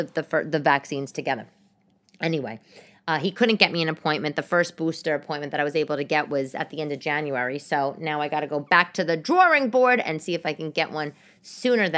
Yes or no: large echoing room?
no